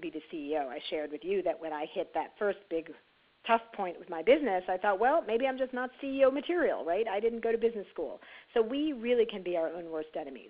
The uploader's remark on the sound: On our conference call